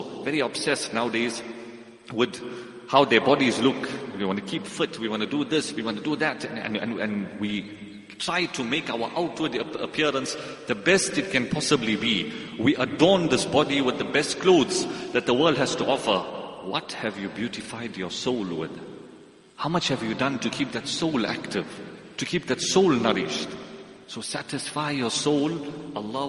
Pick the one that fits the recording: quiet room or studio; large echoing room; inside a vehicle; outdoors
large echoing room